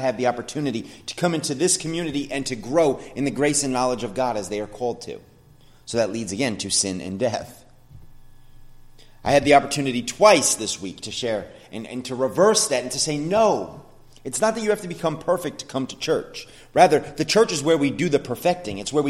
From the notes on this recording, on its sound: sermon at The Blue Point Bible Church